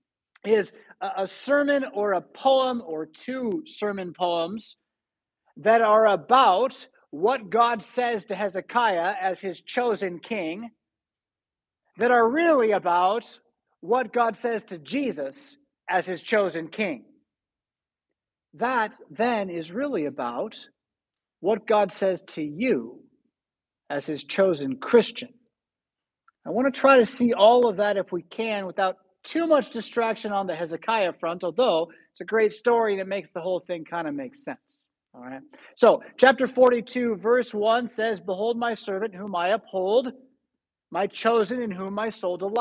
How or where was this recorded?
large echoing room